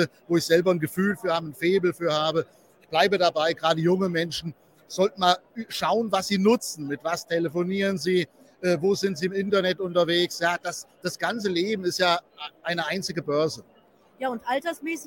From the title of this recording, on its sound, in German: Live von der Invest in Stuttgart